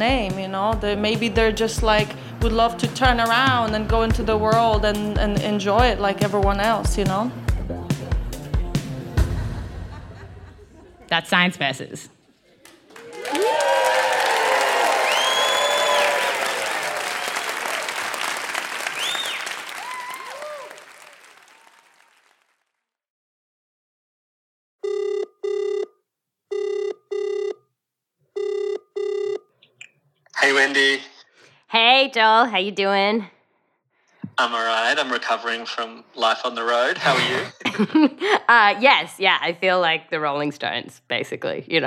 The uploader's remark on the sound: Recorded live at the Beaker Street Festival in Tasmania.